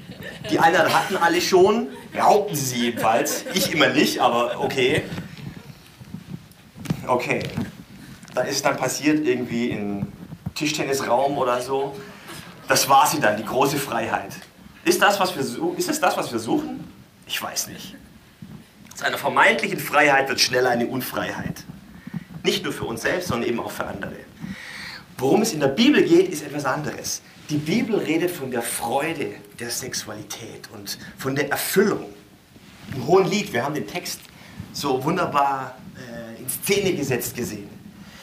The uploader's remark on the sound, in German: Podcast-Mix aus der Goldgräberzeit des churchbrunch im Theater NN (2004-2010). Live gehalten auf Kanzeln und Bühnen, in Kirchen, Kneipen und Locations in Hamburg und anderswo.